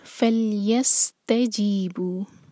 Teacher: آگے فَلْيَسْتَجِيبُ، لام پر جھٹکا نہ آئے اور سین پر سیٹی کی آواز کلیئر. فَلْيَسْتَجِيبُ، تا پر زور، سین ساکن کے بعد ہے تا.